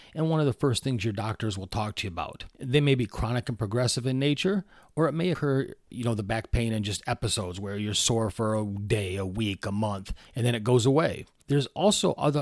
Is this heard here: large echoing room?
no